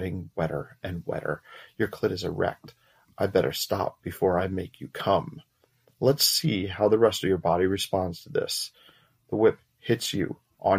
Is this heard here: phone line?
no